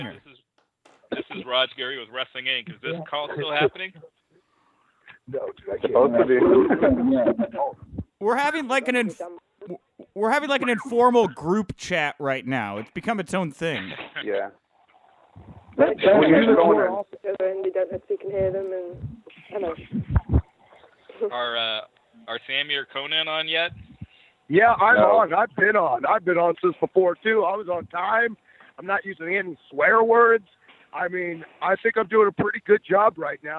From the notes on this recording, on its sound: full audio from Impact Wrestling's January 18, 2017 media call